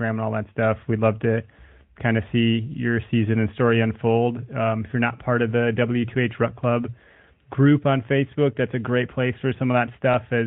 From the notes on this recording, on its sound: Our listeners called into the show. Take a couple calls about velvet buck sightings!